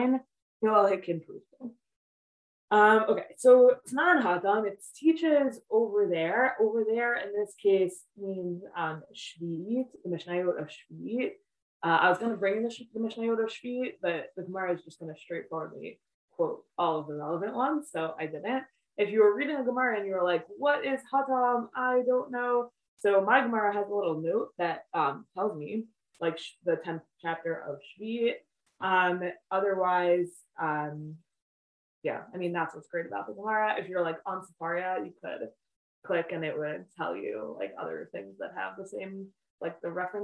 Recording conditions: video call